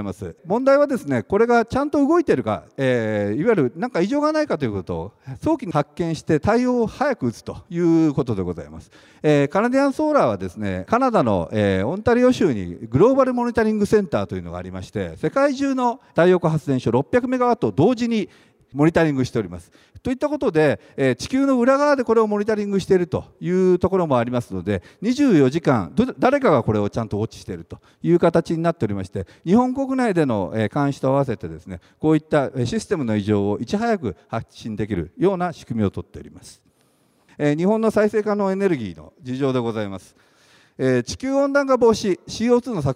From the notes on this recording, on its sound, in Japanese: 2月24日に東京証券取引所で開催した「J-REITファン2018」。IRセミナーをダイジェスト版でお送りします。